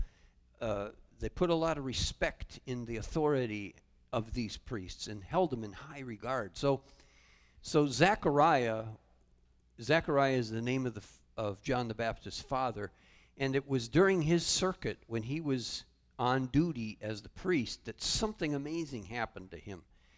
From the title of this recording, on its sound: Calvary Assembly of God live Stream